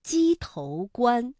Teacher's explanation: 鸡头的头它是有声调的，是读二声